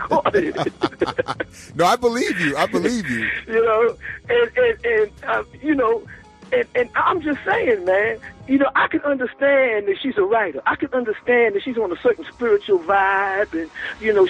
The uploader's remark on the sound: a recorded personal phone call